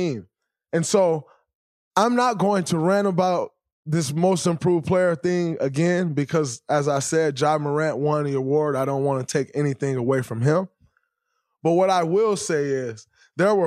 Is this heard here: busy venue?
no